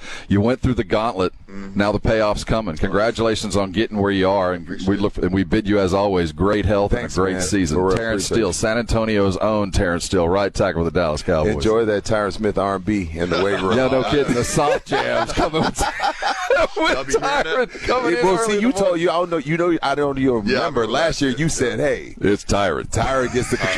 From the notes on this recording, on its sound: Live from Cowboys Training camp first day in pads.